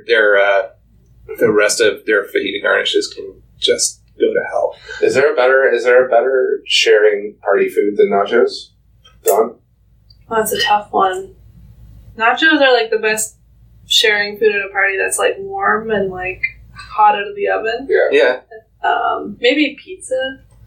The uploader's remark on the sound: with apologies for sound quality issues...